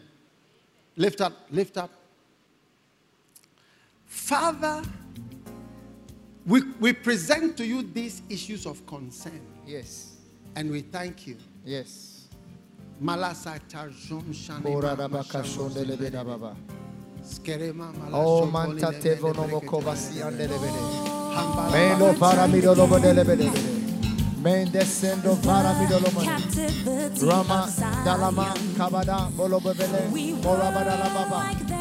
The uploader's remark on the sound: Preached at the First Love Experience Service.